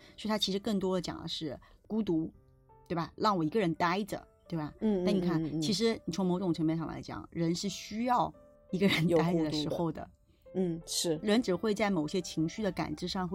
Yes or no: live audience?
no